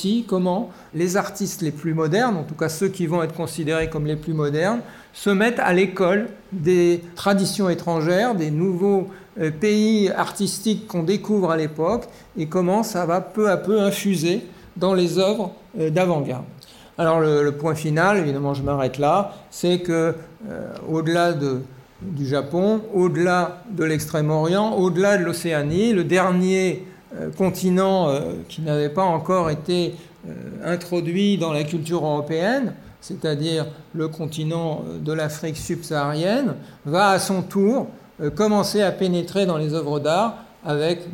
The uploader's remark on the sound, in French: A l'invitation du musée d'Orsay. Enregistrement de la conférence.